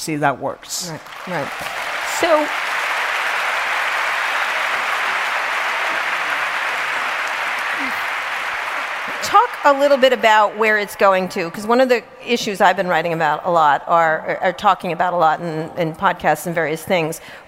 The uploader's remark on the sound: in front of a live audience at Web Summit 2017 in Lisbon, Portugal